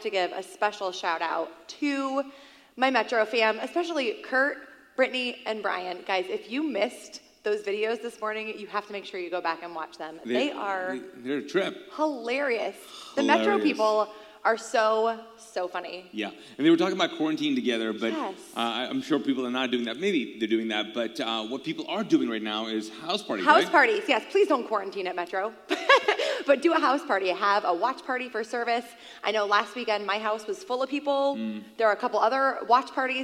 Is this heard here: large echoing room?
yes